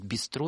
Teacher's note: мы взяли вот это вот «бистро» с французским ударением на последний слог